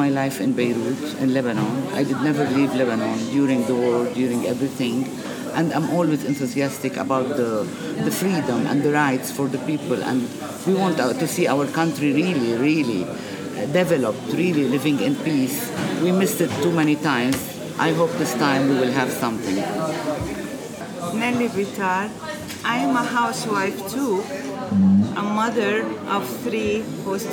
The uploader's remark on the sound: We're joined by family and friends for an improvised episode. This episode takes place at a cafe in downtown Beirut, and is recorded over two sessions: the first in the early afternoon as the protests were growing; the second in the early evening while ongoing protests continued into the night.